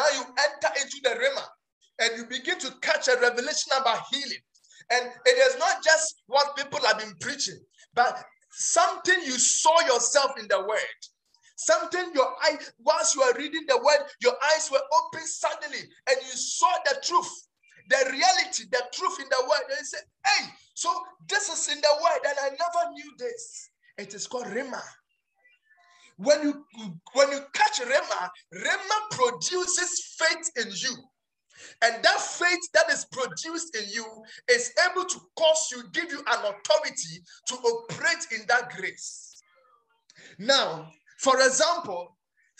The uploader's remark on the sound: Preached at Healing Room Rhema Night Service